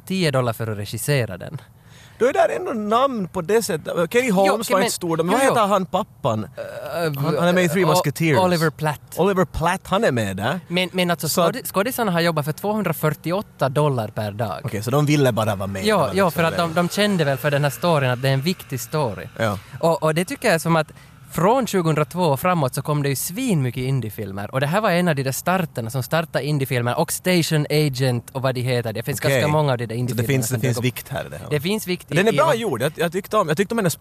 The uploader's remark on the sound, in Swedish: Podden är denna gång inspelad bland pöbeln ute på Råholmen i Helsingfors, och samtidigt live-streamad till våra glada följare för maximal interaktion med vildsinta actiondårar. Och när man rör sig bland folket så kan ju vad som helst hända.